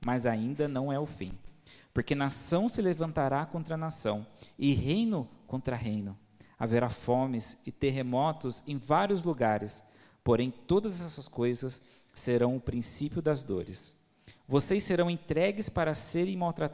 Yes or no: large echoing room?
yes